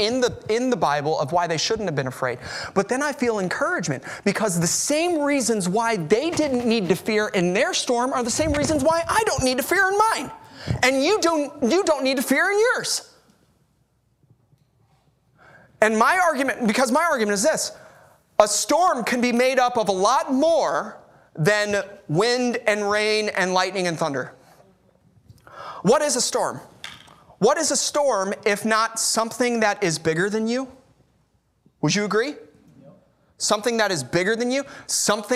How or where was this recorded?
large echoing room